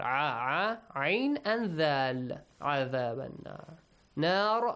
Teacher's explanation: Nar, when you stop, the ra has a heavy sound.